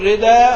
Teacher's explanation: وفي ردئا في القصص ينقل حركة الهمزة إلى الدال